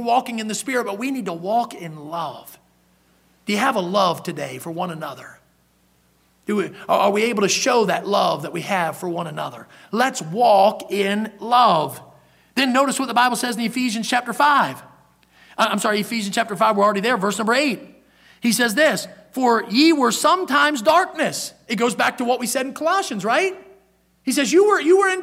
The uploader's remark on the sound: in the Sunday Morning Service on February 5, 2023, at Victory Baptist Church in Boonsboro, Maryland.